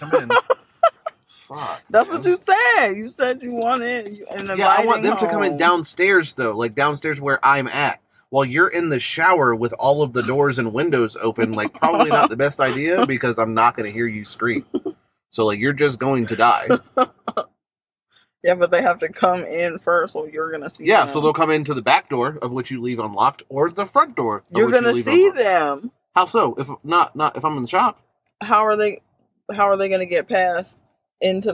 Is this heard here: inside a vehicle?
yes